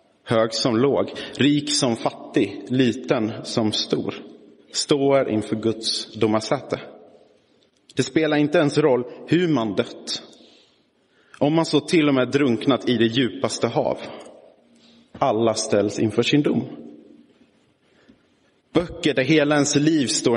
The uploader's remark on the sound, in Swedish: Inspelad i Roseniuskyrkan den 20 november 2022